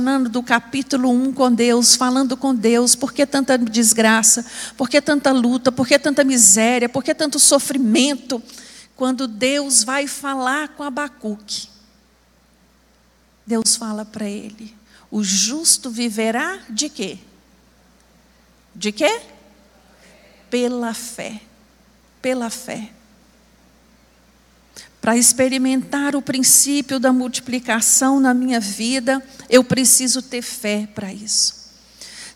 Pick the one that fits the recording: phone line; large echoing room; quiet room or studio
large echoing room